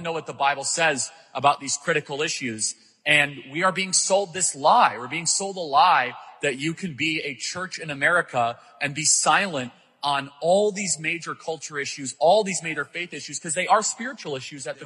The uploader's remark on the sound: LIVE at Strong Church in Phoenix, AZ